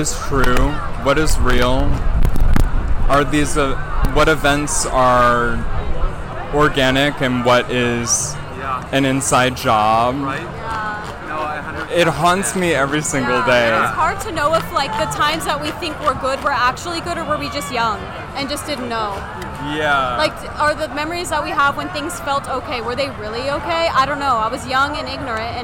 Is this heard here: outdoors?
yes